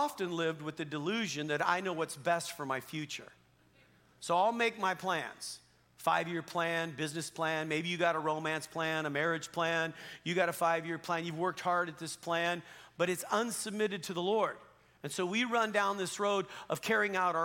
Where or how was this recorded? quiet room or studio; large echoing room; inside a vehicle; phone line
large echoing room